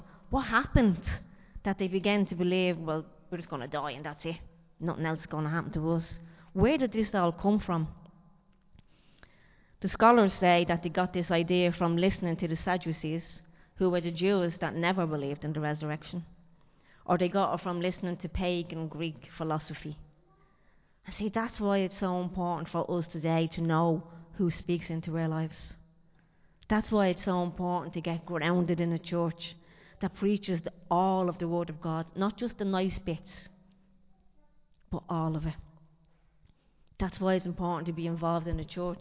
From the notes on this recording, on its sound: Recorded live in Liberty Church on 30 April 2023